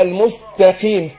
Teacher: لا المستقيم تاء. يبقى انا احرص ان انطق تاء مش طاء